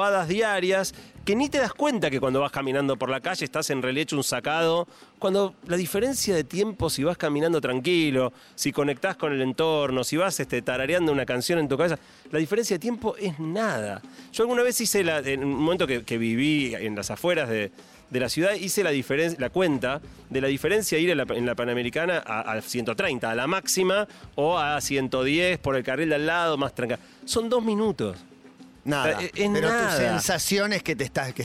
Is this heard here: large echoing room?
no